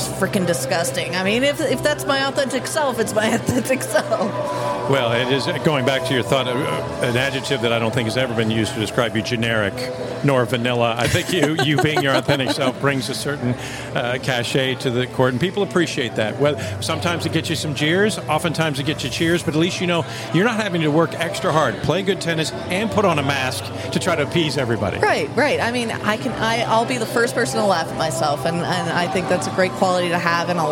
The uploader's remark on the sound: After the Waikiki 株塾 Cup, a three-day tennis event held in Waikiki, Hawaii. This interview was recorded in the lobby of the Outrigger Reef.